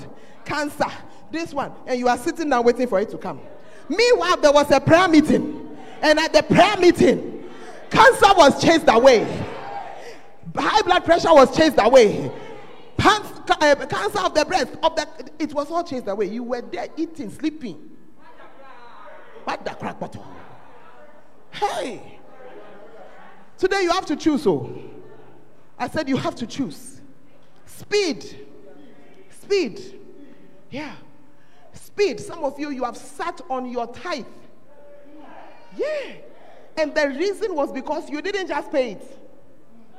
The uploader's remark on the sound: Preached at the Fountain Of Life Cathedral